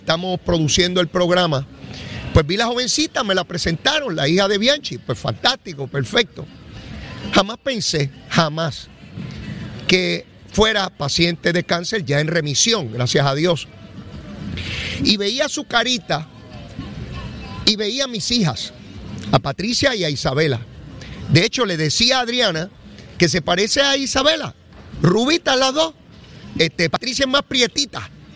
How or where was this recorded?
busy venue